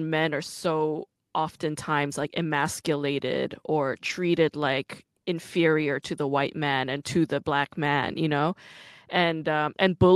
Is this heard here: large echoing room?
no